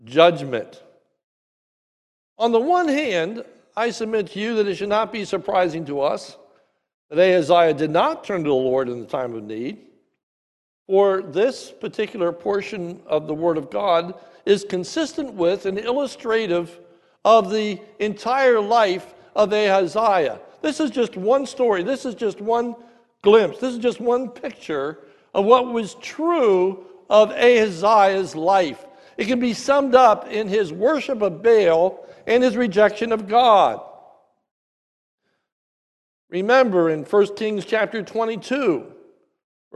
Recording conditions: large echoing room